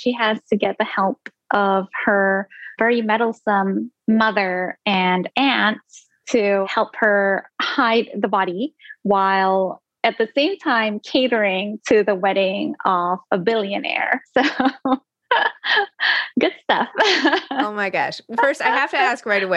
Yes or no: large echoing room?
no